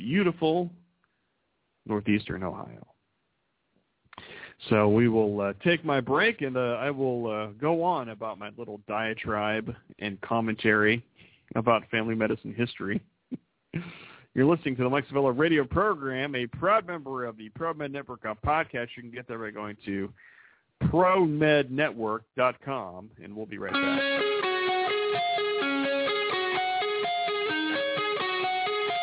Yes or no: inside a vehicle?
no